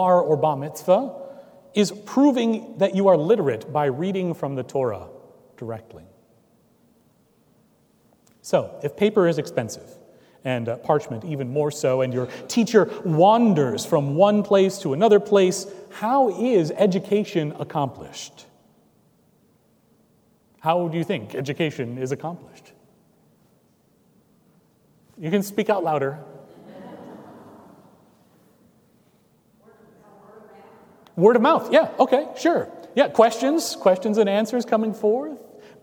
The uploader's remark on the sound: Recorded on July 9, 2017 at Trinity Presbyterian Church in Bixby, Oklahoma